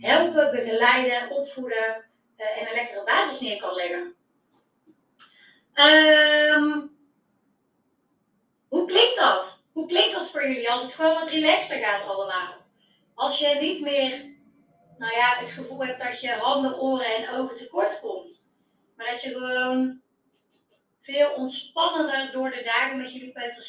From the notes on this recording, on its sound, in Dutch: Deze aflevering is de audio van een Instagram Live video.